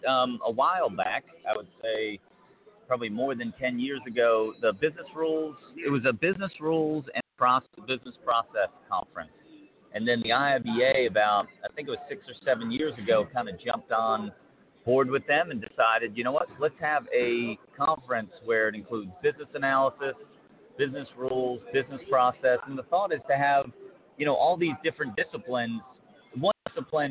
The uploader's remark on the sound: LIVE #BBCCon Las Vegas